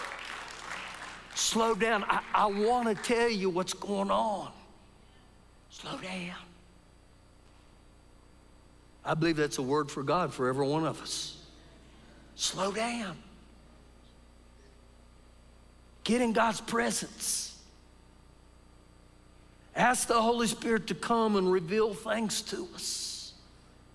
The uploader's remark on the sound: Recorded live during our Sunday morning service